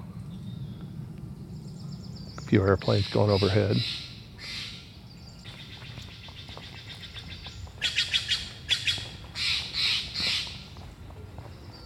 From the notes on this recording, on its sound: as he broadcasts on location, while on a wildlife photography shoot